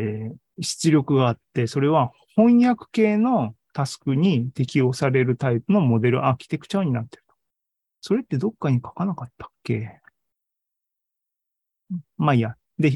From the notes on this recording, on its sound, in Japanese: ２０２３年２月２２日に開催した ZOOMライブの模様です